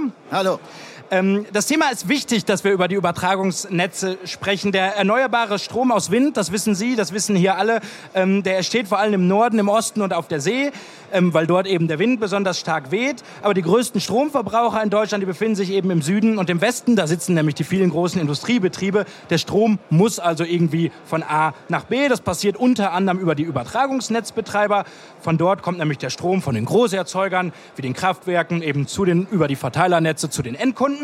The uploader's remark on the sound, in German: Podcast-Sonderfolge, die auf dem Handelsblatt-Energiegipfel in Berlin aufgenommen wurde.